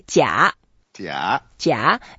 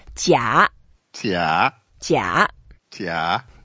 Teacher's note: It's a third tone, and we go down first and go up.